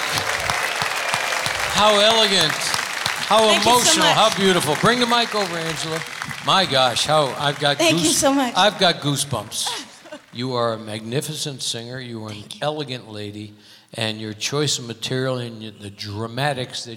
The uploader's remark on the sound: Live at the South Point Casino